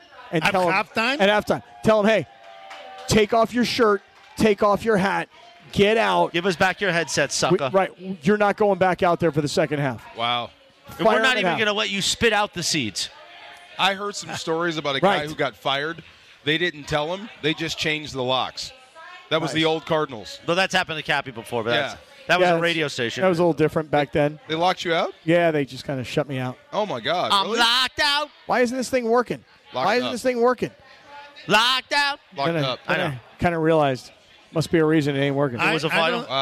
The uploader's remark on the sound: LIVE From Yaamava!